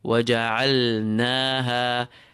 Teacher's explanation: And the ha on the end, feel it exiting from the lowest part of your throat.